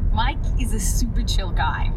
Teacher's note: I feel like intonation-wise, it's quite up and down.